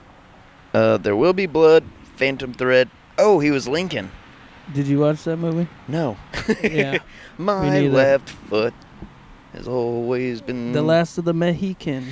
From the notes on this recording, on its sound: Backyard Chillin'. It was a nice recording day so we decided to take the podcast outside so we could chill and take in some rays. A little more energetic, outdoor mood.